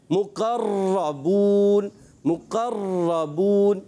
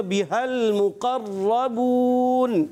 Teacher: ہم نے ایک را پڑھنی ہے، تکرار اصلی نہیں ہونی چاہیے. یعنی اس کی ادائیگی میں نوک زبان میں کپ کپاٹ ہوتی ہے جو ہمیں خود کو پتہ چلے گی، سامنے والے کو اس کا زیادہ پتہ نہیں چلنا چاہیے · Shown in: second take